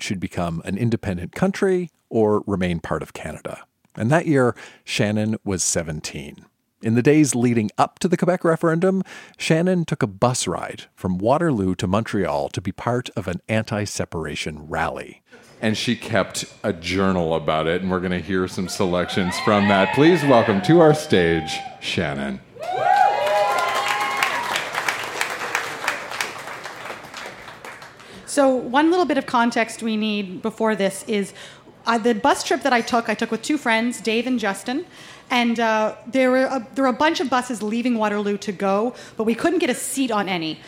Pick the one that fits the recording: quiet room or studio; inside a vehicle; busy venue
busy venue